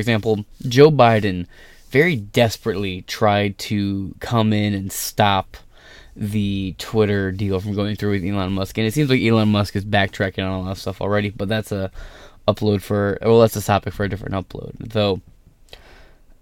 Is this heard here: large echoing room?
no